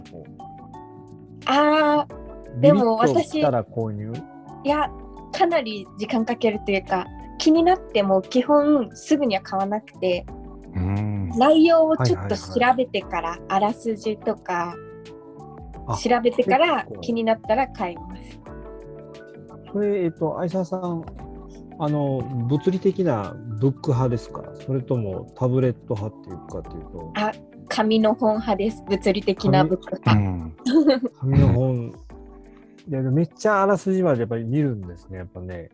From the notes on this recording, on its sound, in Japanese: 収録の環境により、少しノイズが入っています。